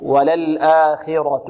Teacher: لو كانت مفتوحة الخاء والغين والقاف نقولها خاء غا قا، وغيض الماء غي، غيض الماء غيض. وللآخرة، إذن خاء في أقل مراتب التفخيم، وللآخرة، والراء بعد مفخمة، وللآخرة.